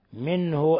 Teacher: قوله تعالى: منه نون ساكنة جاء بعدها حرف الهاء، نون ساكنة جاء بعدها حرف الهاء، الحكم التجويدي إظهار حلقي، إظهار حلقي، لأن الهاء من حروف الحلق.